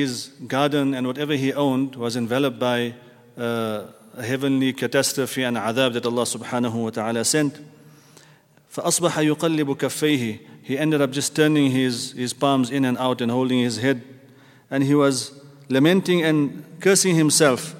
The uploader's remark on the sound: at the Houghton Masjid (West Street)